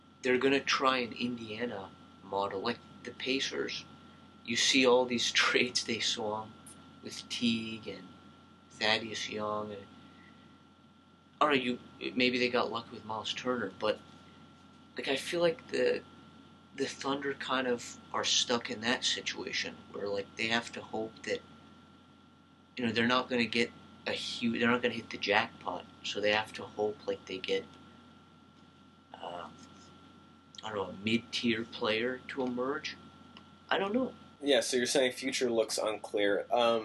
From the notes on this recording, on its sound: There's a little audio issue but whatever.